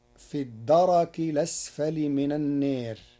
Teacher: قرأ ورش كلمة الدرك بتحريك الراء مفتوحة